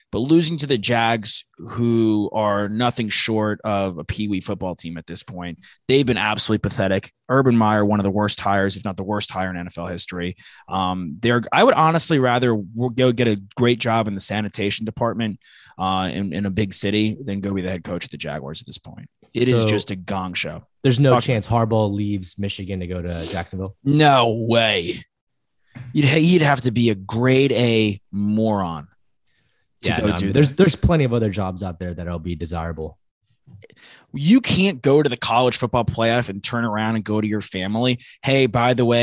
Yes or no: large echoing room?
no